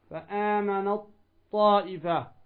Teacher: تدغم التاء في الطاء